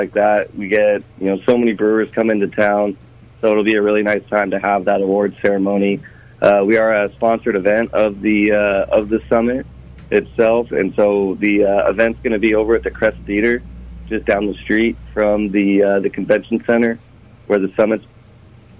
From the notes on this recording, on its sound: calls in to Brew Ha Ha